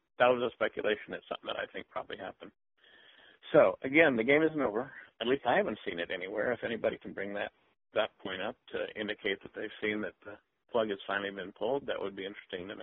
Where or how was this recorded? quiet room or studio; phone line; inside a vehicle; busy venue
phone line